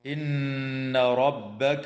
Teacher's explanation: تغن النون المشددة من كلمة إن · Term: حرف غنة